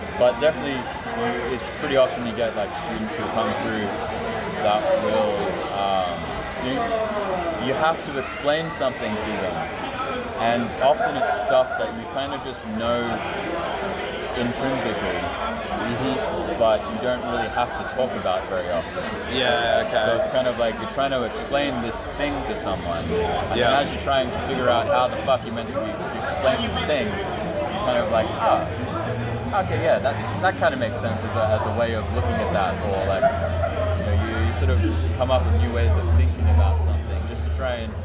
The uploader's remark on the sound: In the first of three live episodes, two of which were recorded at the wonderful YardDoggs establishment. There's a couple of sneaky guests on this episode as well. Recording at the pub what do you expect.